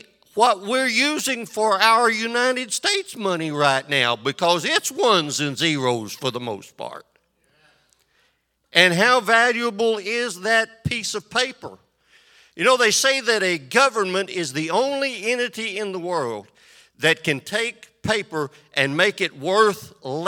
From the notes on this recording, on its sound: This sermon was recorded live on October 9th, 2022 at Newark United Pentecostal Church.